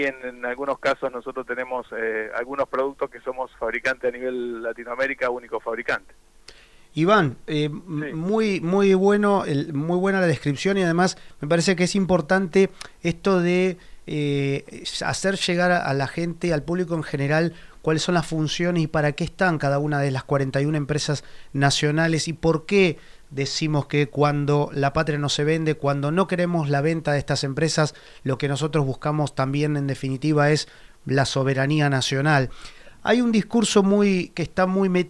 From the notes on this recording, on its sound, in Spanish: Entrevista telefónica